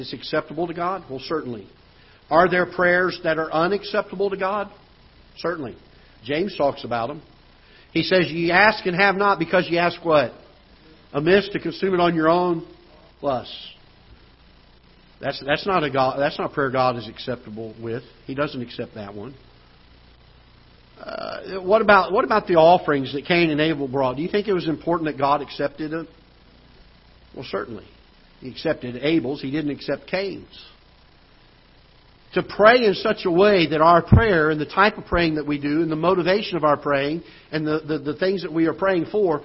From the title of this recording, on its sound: Ketha Heights Baptist Church ~ Live Broadcast